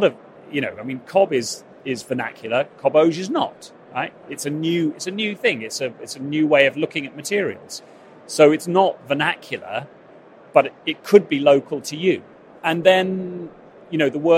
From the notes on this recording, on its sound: Conversations recorded at Futurebuild 2022